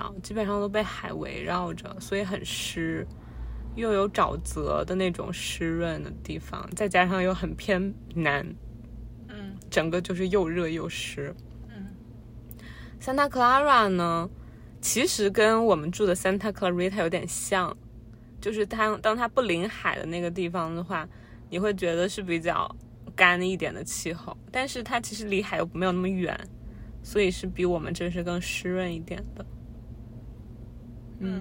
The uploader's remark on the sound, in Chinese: 开车去机场|Driving While Talking。应该是在异国他乡最后一次录Driving While Talking。